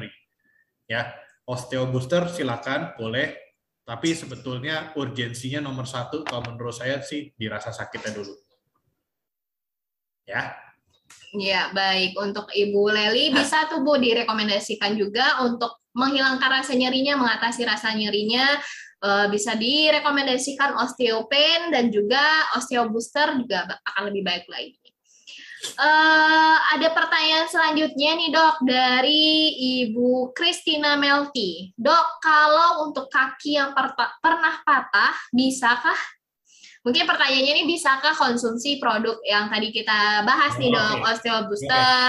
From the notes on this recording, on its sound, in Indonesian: Podcast ini adalah hasil rekaman dari Webinar "Diet Sembarangan Bisa Berbahaya" pada sesi Q&A.